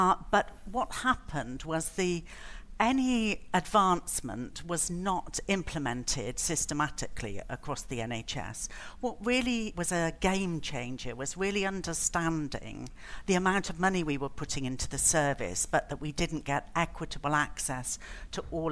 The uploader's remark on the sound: Another brilliant session from the last genomics England Research Summit